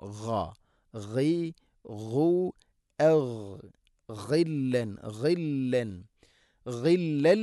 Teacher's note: ഗൈന് തൊണ്ടയുടെ മുഗൾ ഭാഗം